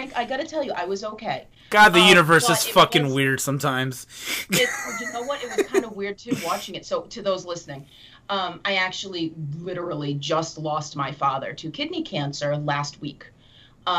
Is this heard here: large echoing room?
no